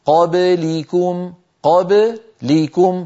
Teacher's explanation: فيبدأ الخفض للفك عند اللام لا عند الباء · Term: المقلقلة